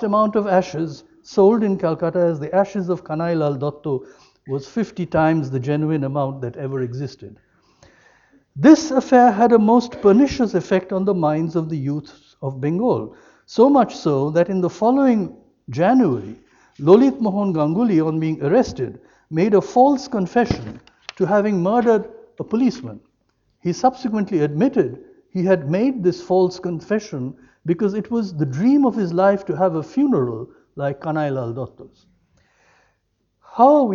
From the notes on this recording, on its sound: lecture as part of UCD's 1916 as a Global Event series of lectures